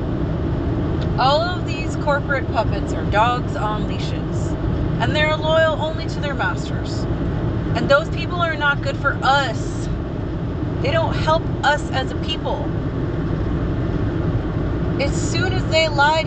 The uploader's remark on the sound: Almost died in traffic during this recording